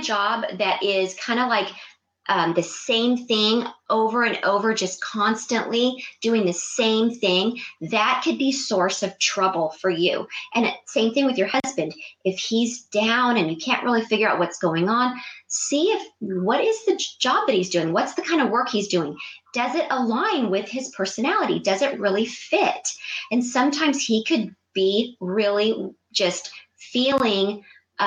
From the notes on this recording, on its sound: This episode is the live Blab feed from my live Blab broadcast.